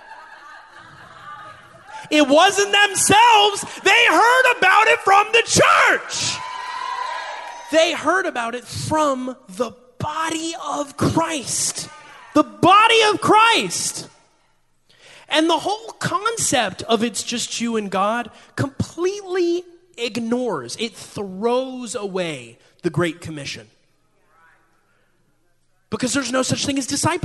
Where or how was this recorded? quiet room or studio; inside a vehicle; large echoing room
large echoing room